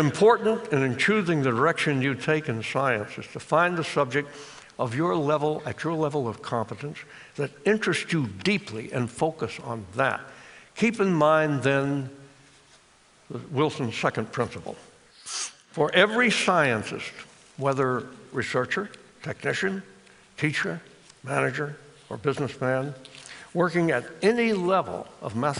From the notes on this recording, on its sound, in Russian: Записано на TEDMED